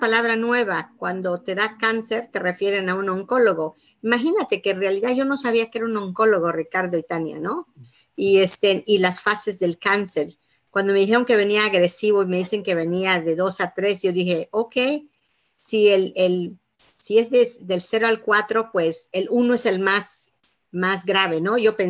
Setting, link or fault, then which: link, video call